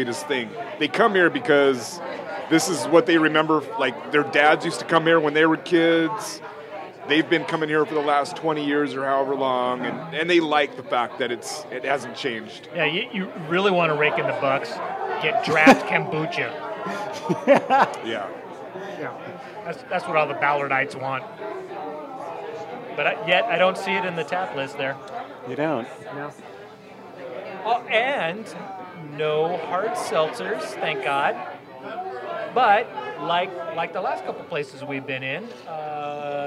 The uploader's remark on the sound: Recorded live at The Sloop Tavern in historic Ballard, a stone's throw from the Ballard Locks.